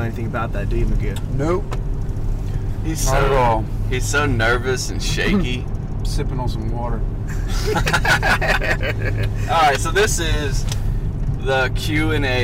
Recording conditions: inside a vehicle